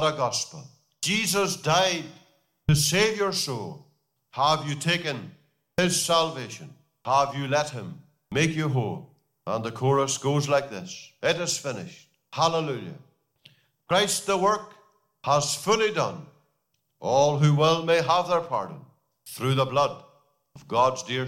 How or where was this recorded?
large echoing room